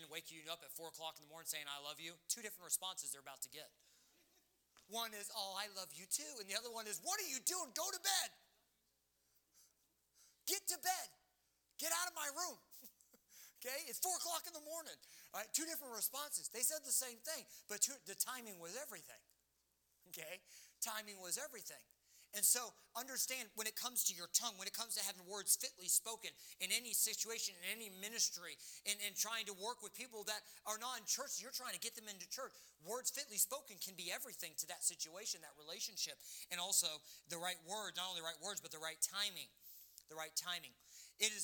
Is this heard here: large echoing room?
yes